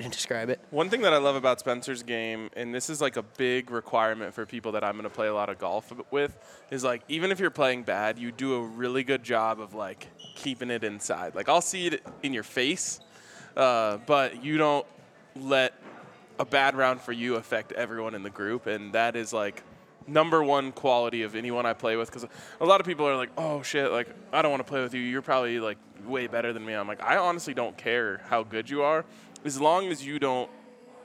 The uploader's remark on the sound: LIVE from the Farm House. A live episode of Big Drive Energy from the Breckenridge Farm House.